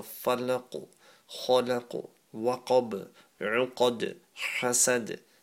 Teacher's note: at the end of each verse, there's a qalqala. That means an echo sound.